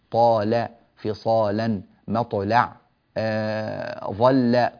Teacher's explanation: كل هذا يرقق عند قالون خلافا لورش. فحكم قالون في اللام كحفص تماما. · Term: ترقق اللام